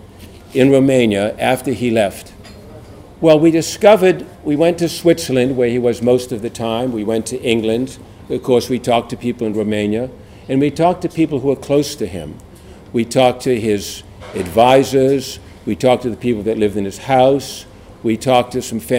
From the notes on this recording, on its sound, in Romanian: Înregistrare live de la conferința de presă.